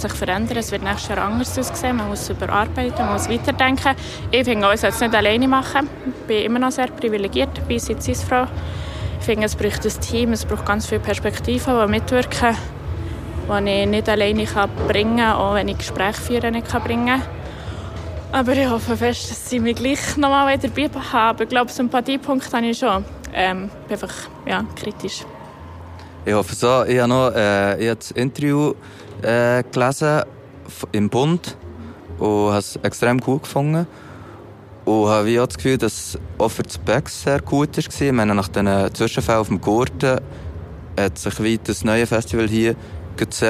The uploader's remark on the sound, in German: zwei Tage lang am Spex Festival unterwegs!